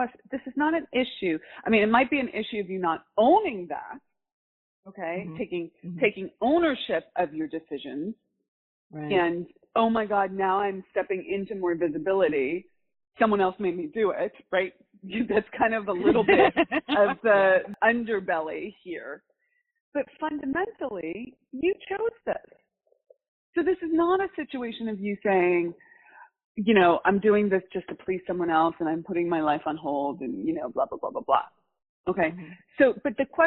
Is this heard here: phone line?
yes